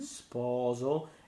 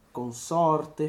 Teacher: his lips are a little more rounder in the front position.